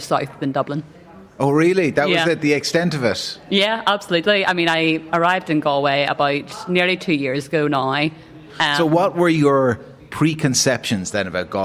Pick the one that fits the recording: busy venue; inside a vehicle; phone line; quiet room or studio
busy venue